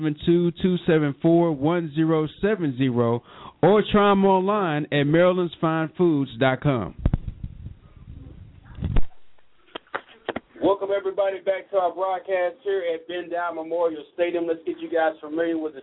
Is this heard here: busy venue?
yes